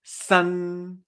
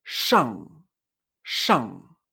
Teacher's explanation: hay una diferencia entre terminar con N mm, a terminar con NG